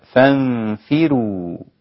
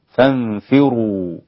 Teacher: ورش انفرد بترقيق الراء · Shown in: first take · لأن ورش لا يعتمد حركة الراء بل يعتمد حركة الحرف الذي قبل الراء، فإن كان مكسورا رقق الراء حتى وإن كانت مفتوحة أو مضمومة وهي مظنة التفخيم الفتح والضم.